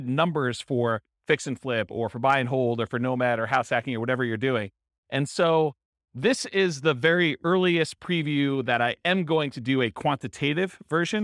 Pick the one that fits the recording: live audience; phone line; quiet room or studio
live audience